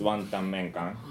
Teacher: So, but these, like nasals are all written with just same symbol, but they are all realized different way depending on the consonants that's following the nasals. So before T it's N, before M it's labial, before K it's velar, and for final it's velar, uvular